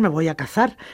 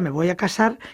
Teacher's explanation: El seseo es la neutralización de dos fonemas, el fonema C de cazar y el fonema S de casar. En el español castellano, casar es una cosa, me voy a casar, y otra cosa es me voy a cazar, que a veces podría confundirse.